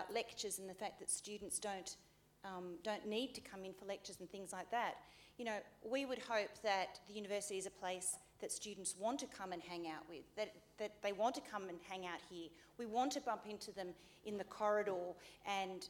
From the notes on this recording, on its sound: Audience Q&A. A Sydney Ideas event held at the University of Sydney.